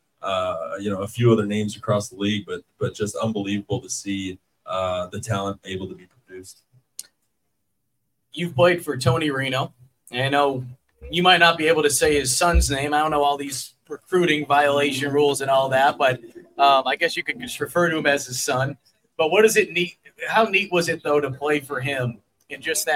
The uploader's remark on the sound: a new live in-person show at CB18 Bar & Grill for Gamecock student-athletes through the Garnet Trust